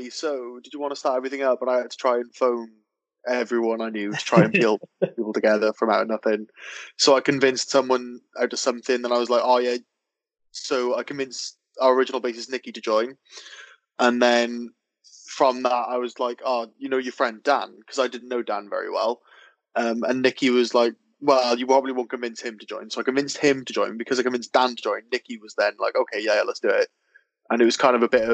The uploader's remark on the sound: join us for a Skype call